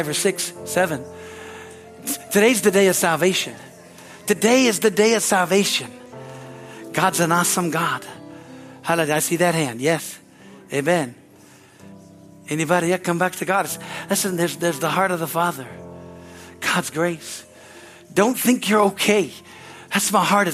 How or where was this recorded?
large echoing room